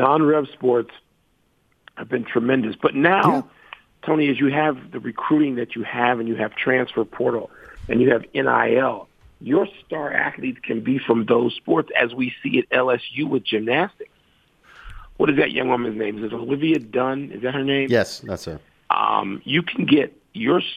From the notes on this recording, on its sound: Calls. Phones.